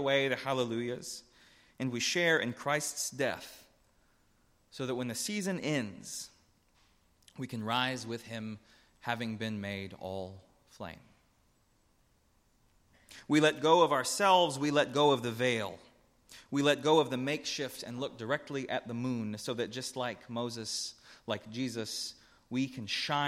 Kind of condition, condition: setting, large echoing room